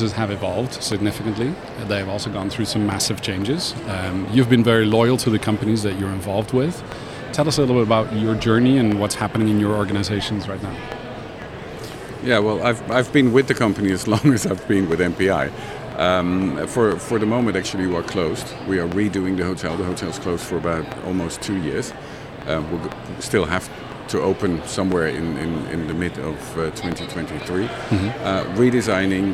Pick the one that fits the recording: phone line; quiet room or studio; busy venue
busy venue